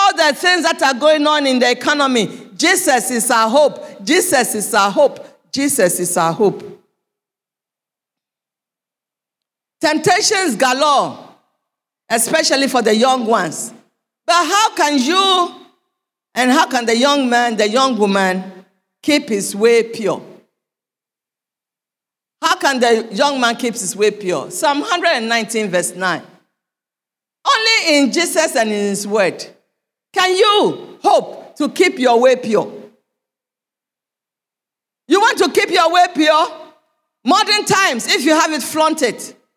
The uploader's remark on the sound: Sermon preached at CBC Shiashie Campus